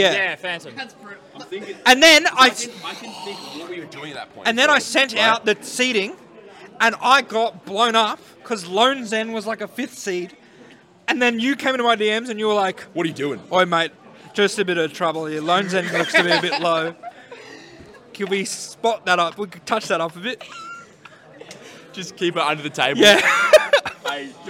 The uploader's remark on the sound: The Big Cheese 3 Roundtable. Do a live podcast at The Big Cheese 3 in Adelaide.